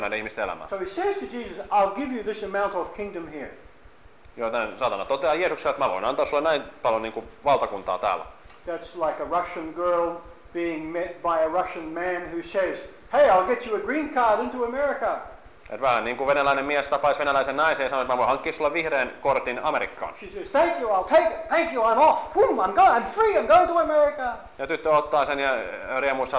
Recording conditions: live audience